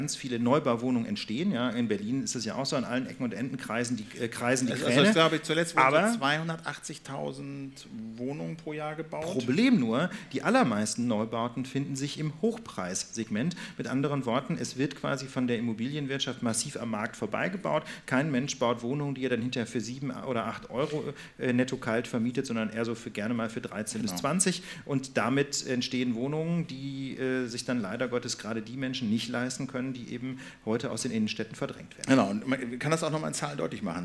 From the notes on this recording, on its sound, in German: Die Lage der Nation live bei "Das ist Netzpolitik!" (14np). In der Berliner Volksbühne können die Zuschauer der "Das ist Netzpolitik!"-Konferenz live dabei sein. Vor Publikum.